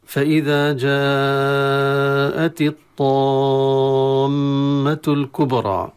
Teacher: كلمة الكبرى طبعا وصلا نحذف الهمزة واللام ساكنة ونظهرها عند الكاف، والباء حرف ساكن فيها حكم القلقلة، وهي النبرة التي نسمعها عند سكون حرف الباء. أما الكبرى وقفا أو وصلا فتفخيم الراء المفتوحة مع الألف المفخمة التي بعدها، وتمد بمقدار حركتين. · وهي الميم المشددة، وحكمها الغنة في جميع الأحوال. كلمة الكبرى طبعا وصلا نحذف الهمزة واللام ساكنة ونظهرها عند الكاف، والباء حرف ساكن فيها حكم القلقلة، وهي النبرة التي نسمعها عند سكون حرف الباء.